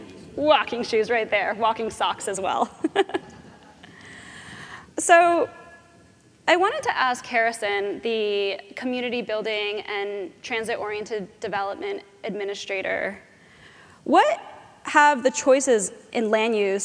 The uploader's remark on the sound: The best of live interviews from GreenBiz events.